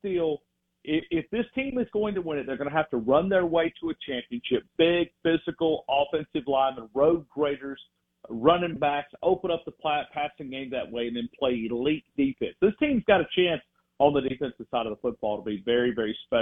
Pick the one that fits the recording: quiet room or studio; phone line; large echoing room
phone line